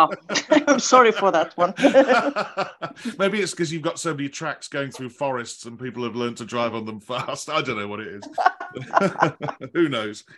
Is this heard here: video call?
yes